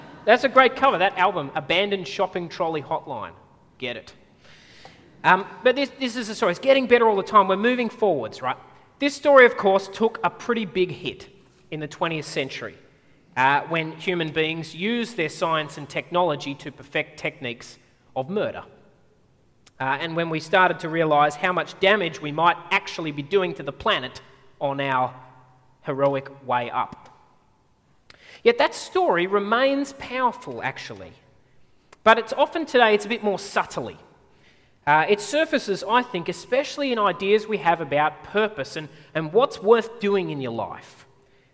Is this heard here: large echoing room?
yes